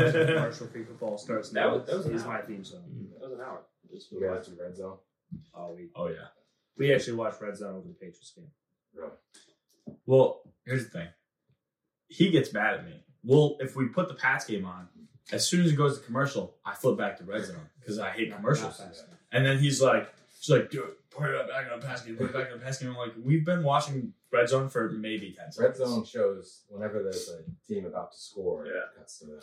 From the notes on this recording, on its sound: Unfortunately we lost the audio file so this episode might sound a bit worse then our usual quality, we apologize!